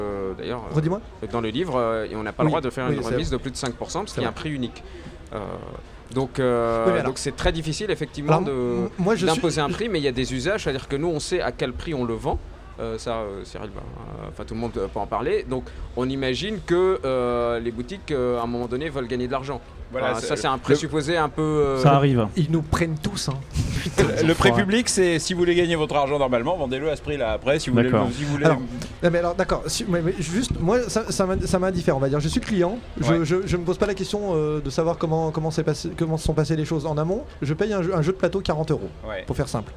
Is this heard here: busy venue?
yes